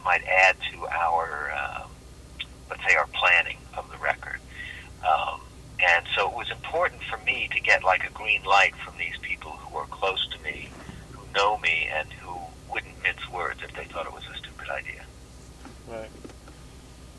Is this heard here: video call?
no